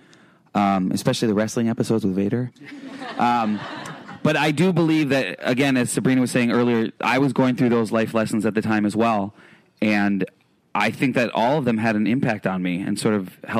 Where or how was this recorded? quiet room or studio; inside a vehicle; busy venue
busy venue